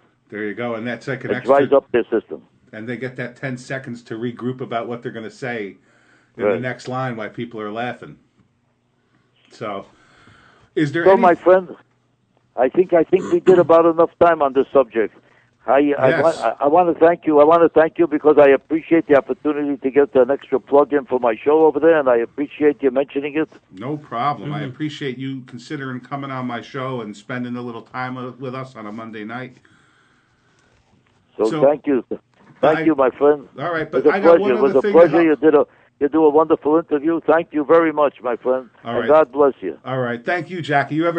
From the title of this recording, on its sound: calls the (Let's Be Frank Show)